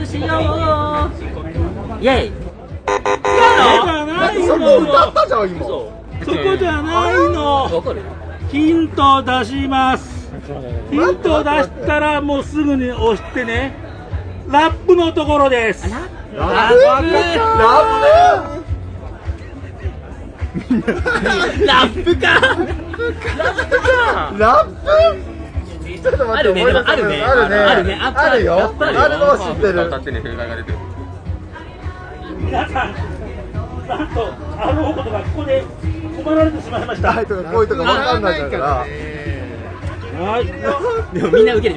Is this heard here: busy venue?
yes